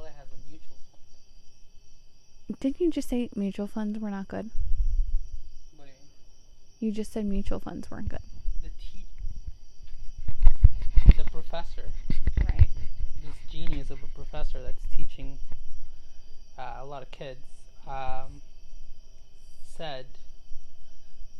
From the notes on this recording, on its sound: Today we sit outside on our deck, bothering our neighbors